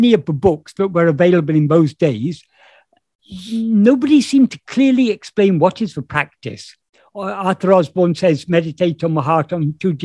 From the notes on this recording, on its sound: In a Zoom meeting with the Ramana group, Helsinki, on 23rd April 2022